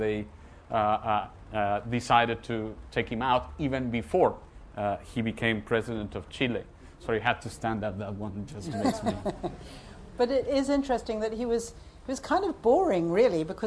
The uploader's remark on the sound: At Edinburgh International Book Festival.